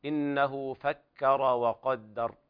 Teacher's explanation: لابد من انفتاح الكاف عند انفتاح الفم عند الكاف وإطباقه عند القاف، لأن الكاف مستفلة والقاف مستعلية. وقدر، والوقف على الراء بالتفخيم.